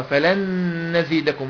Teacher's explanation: نون ساكنه بعدها نون، فلن نزيدكم ادغام بغنة